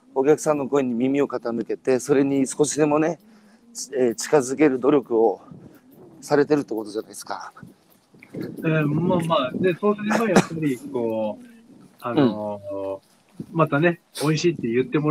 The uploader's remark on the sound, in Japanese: 宮城県石巻市十三浜で漁業を営む。歩きながら1時間、対談する。